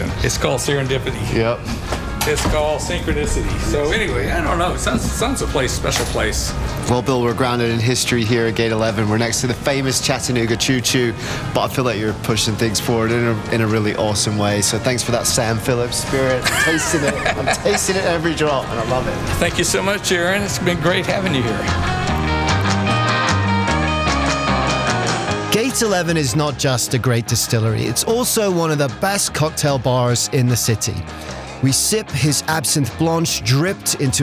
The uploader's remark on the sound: On Location on the Tennessee Whiskey Trail